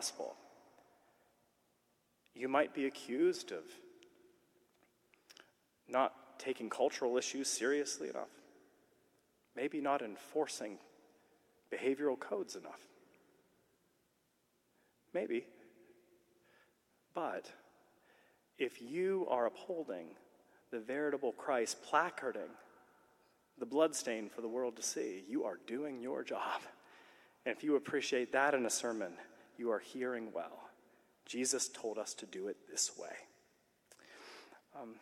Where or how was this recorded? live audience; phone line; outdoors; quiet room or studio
live audience